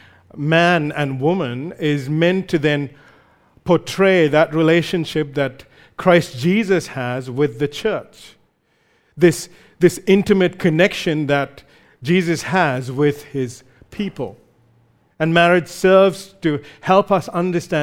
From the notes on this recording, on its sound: recorded live at Grace Community Bible Church